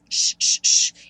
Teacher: Surely, o S tem um som de X, sh, sh, sh, e o E do meio não é pronunciado